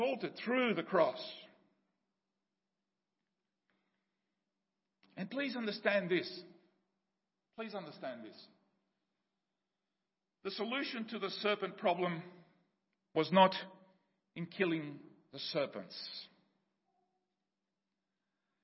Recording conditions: large echoing room